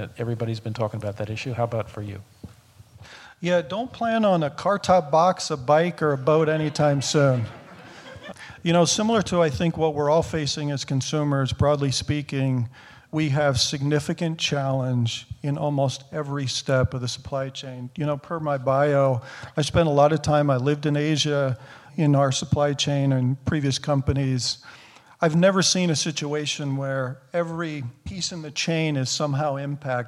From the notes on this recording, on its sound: recording of the first live Albers Executive Speaker Series panel in 18 months